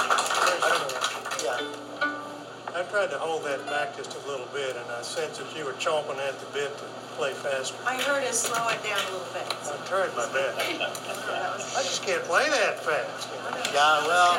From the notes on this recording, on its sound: Gave this workshop as part of the Big Muddy Folk Festival in Boonville, Missouri, on May 15, 2022.